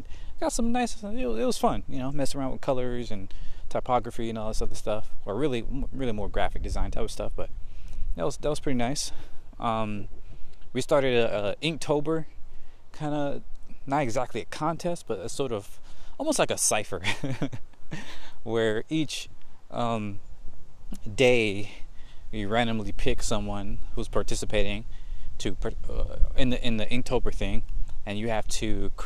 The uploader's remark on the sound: Today I just walk and talk